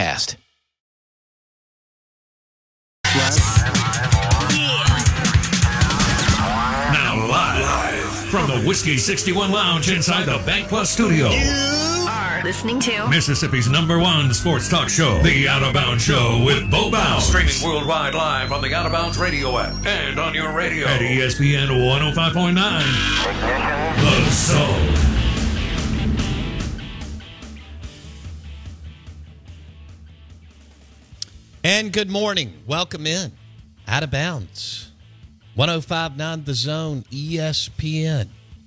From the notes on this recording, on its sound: In the second hour of the show live in the BankPlus Studio. On the Farm Bureau guest line.